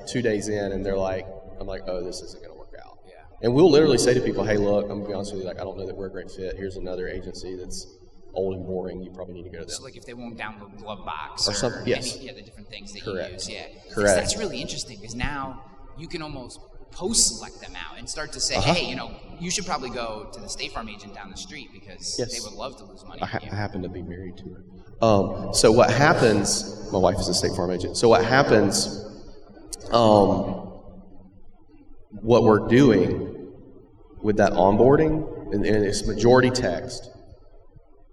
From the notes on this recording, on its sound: In Cleveland, Ohio in front of an audience of over 150 people for a live recording of the podcast. Special live episode.